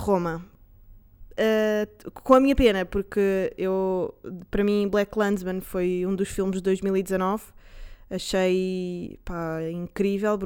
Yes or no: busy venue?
no